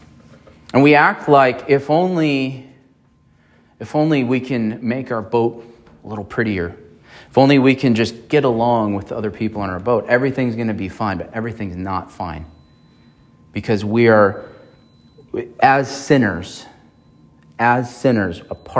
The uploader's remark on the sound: at Emmanuel Baptist Church in Fallbrook, California